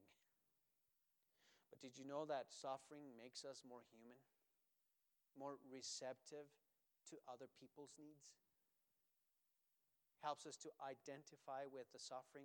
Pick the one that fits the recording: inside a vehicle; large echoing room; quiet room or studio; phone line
large echoing room